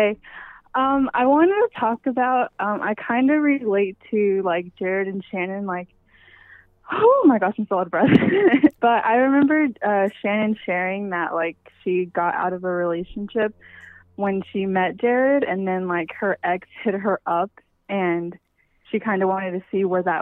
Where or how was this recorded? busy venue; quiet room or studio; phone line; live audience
phone line